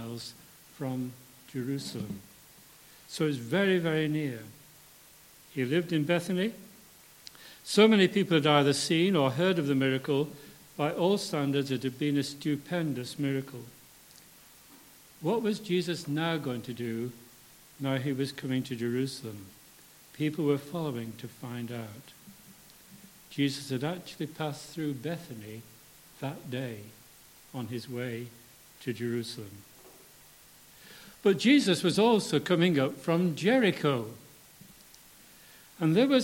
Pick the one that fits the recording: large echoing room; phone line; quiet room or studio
large echoing room